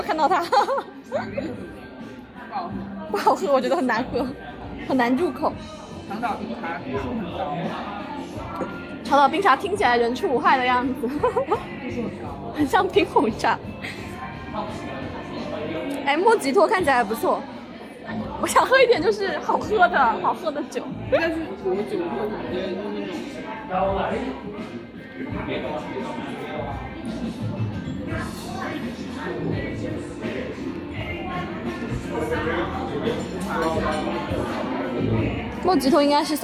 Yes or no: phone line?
no